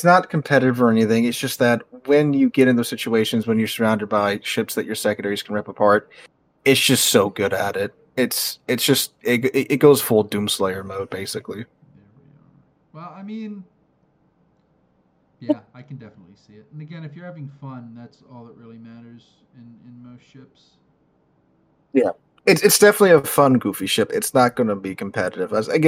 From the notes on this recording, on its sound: the audio for this week is scuffed, during our test recording session, OBS used my default mic, and when I started recording for real, for some reason not known to man it swapped to my webcam, sorry about that.